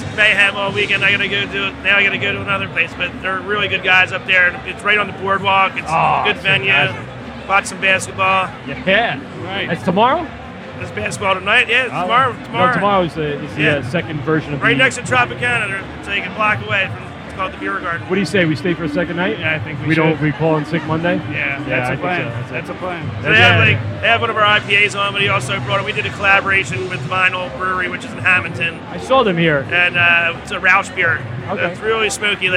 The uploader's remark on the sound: LIVE AT THE AC BEERFEST